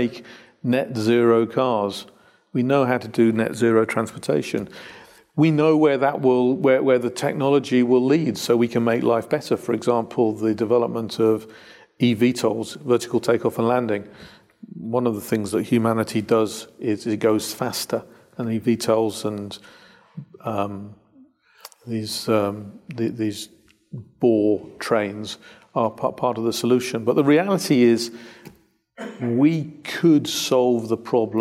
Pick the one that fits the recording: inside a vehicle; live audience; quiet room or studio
live audience